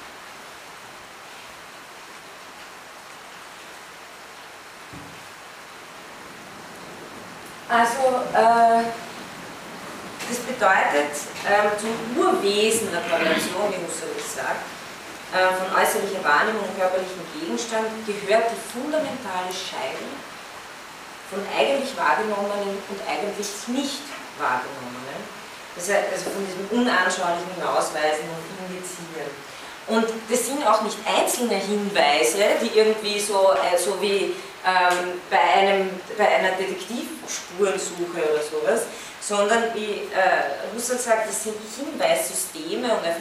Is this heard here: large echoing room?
yes